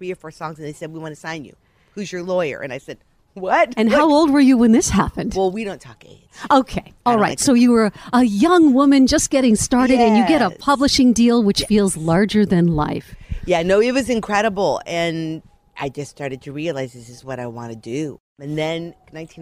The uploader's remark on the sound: Recorded in her backyard garden